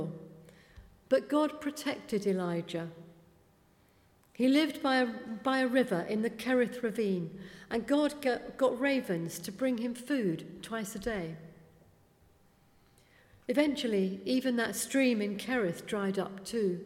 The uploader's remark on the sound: speaking at the 11 o'clock service